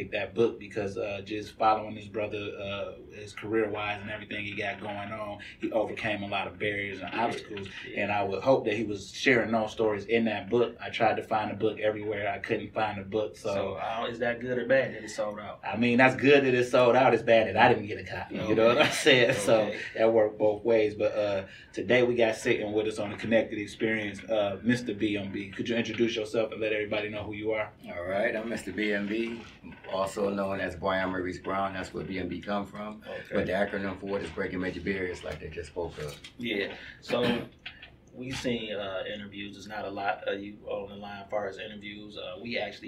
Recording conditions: echo